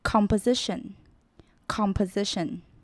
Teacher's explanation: S 的音就不会发得那么明显，反而会有点 Z 的音